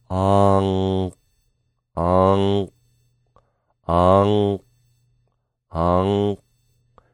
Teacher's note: Now we're going to stop that sound by adding a K, an unreleased K, on the end. It's like we're saying onk, but we're not going to put the puff of air on the end.